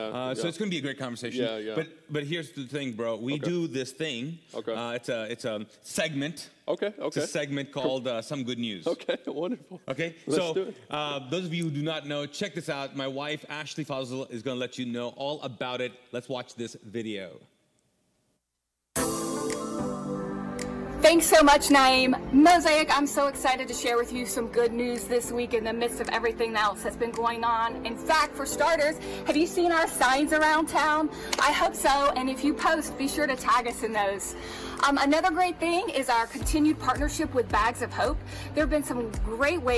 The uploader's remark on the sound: This episode was recorded live from the Mosaic Church "Hope Center" in Charlotte North Carolina.